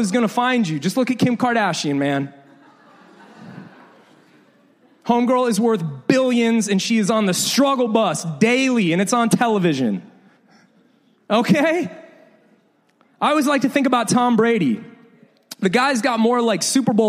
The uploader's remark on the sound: This is the second in a series of sermons we recorded a few years ago. Preached several years ago at LIFE Church in Bexley, Ohio.